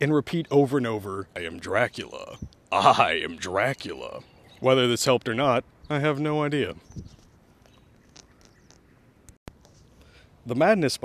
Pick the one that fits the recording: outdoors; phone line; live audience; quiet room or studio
outdoors